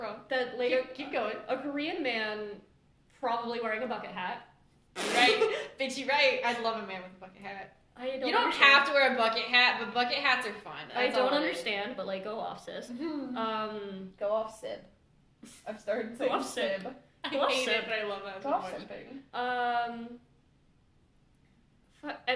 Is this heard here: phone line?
no